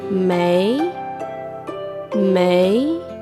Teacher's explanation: Y el primer carácter, Mei, con tono ascendente.